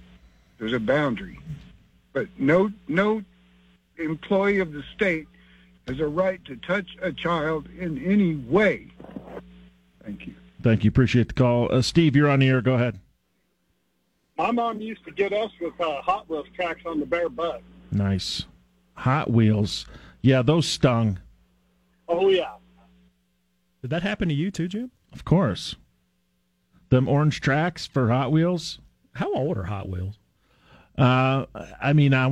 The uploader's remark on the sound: takes your phone calls on News Radio KKOB